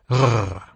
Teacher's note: If instead you let your uvula flap against the back of your tongue, you get the French rrr.